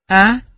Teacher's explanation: Á có độ mở rộng, hàng sau, không tròn môi, ngắn